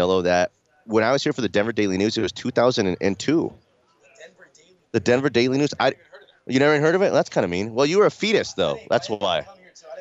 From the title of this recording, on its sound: LIVE from Training Camp